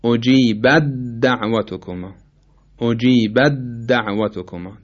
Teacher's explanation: 1 ادغام تا در دال، ته دو نقطه در دال، مثل اجیبت دعوتکما، اجیبت دعوتکما که ادغام میشه و میشه اجیبت دعوتکما، اجیبت دعوتکما، تا کاملا از بین میره، دال مشدد میشه